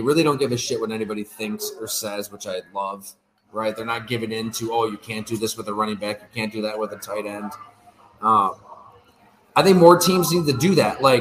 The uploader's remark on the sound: I discuss live at Fattey Beer Company in Hamburg.